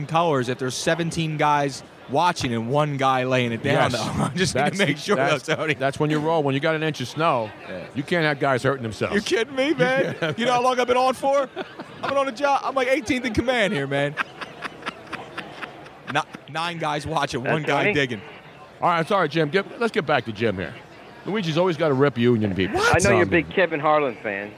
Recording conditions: busy venue